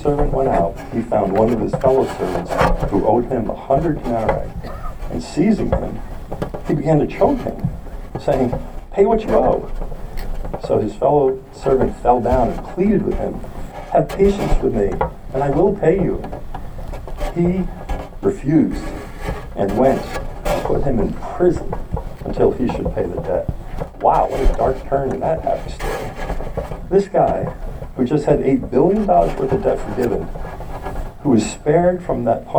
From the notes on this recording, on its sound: We apologize for the poor audio quality